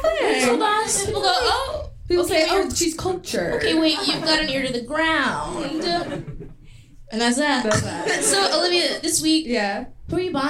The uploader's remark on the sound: Live from Union Hall